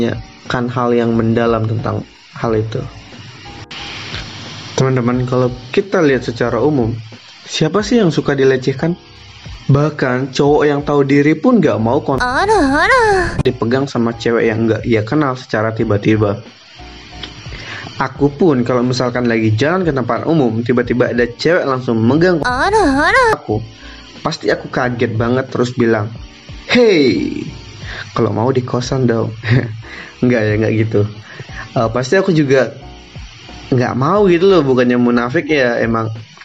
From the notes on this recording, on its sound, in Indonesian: Mohon maaf temen temen kalau ada noise pada saat recording, karna ini bener bener dadakan ga ada persiapan apapun.